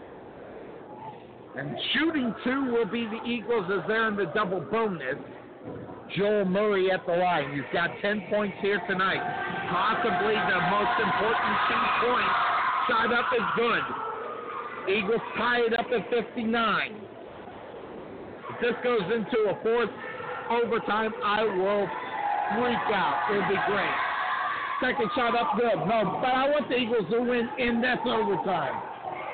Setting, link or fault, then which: setting, busy venue